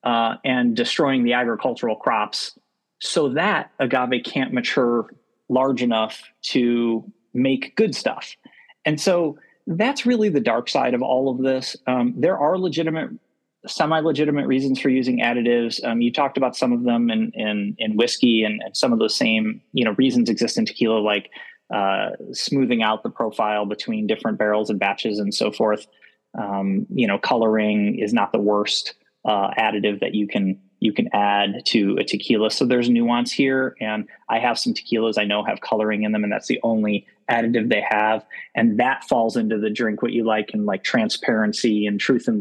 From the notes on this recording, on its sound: bring a few friends to join the zoom room